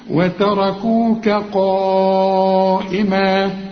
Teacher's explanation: الراء في هذه الكلمة مفخمة فطغت على كل الحروف